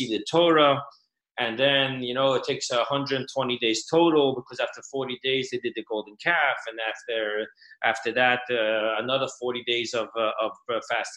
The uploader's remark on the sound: Zoomclass